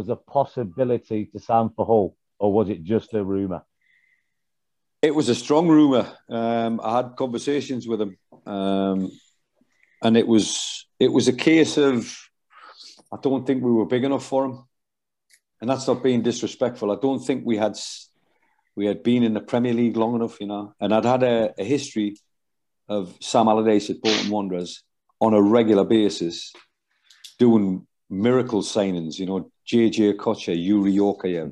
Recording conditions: video call